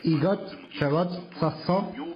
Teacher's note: It almost sounds like the intonation is a question, which is okay.